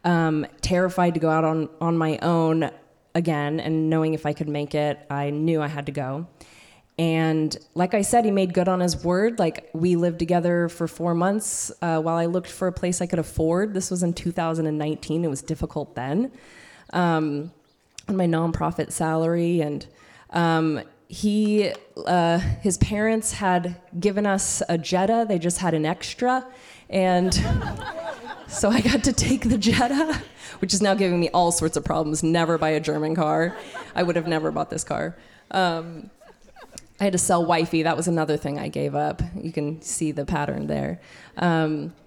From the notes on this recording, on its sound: Told live on stage and without notes. Starring featured storytellers intermixed with an impulsive story slam of equal opportunity.